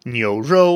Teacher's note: what he said was 牛肉, which is second tone, first tone